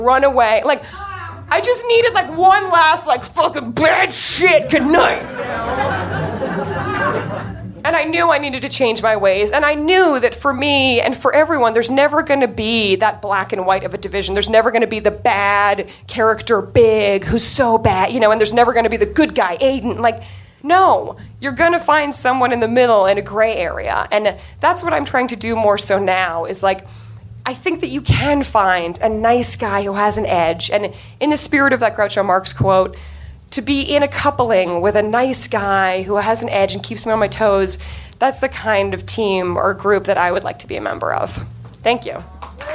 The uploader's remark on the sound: Live From NYC Podfest 2014.